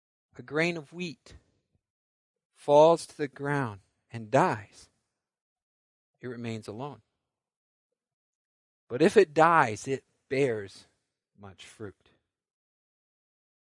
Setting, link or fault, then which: setting, large echoing room